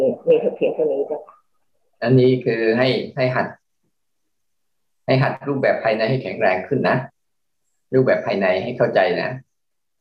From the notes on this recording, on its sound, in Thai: คอร์สออนไลน์ (ผ่านโปรแกรม Zoom)